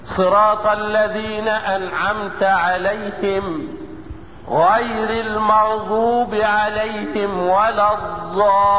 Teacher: احدى حافة الحافة اليسرى وما يحاذيها من الادراس العليا، وخليت فجوة بين طرف اللسان ولثة الاسنان العليا حتى يمر الهواء اللي هو النفس الخارج منها لتتم رخاوة الضاد. لاننا لو نطقتها دال مفخمة هتكون دال شديد، هتكون ضاد هتكون شديدة.